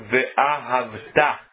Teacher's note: o correto é dizer ve'ahavta, é oxítona a palavra, e não ve'ahavta, paroxítona.